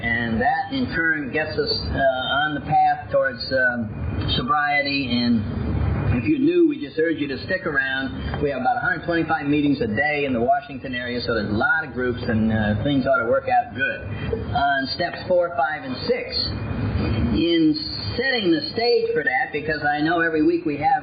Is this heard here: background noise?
yes